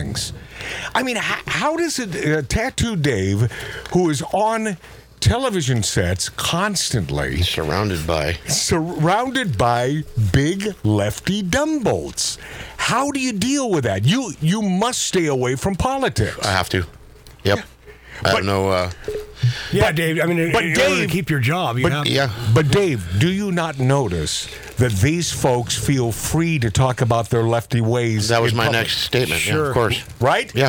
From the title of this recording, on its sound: PERSONAL Phone calls